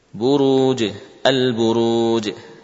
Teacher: Baik sukunnya asli ataupun sukunnya arid, ya. Sama-sama tidak ada suara hamzah di akhir, ya. · Term: qalqalah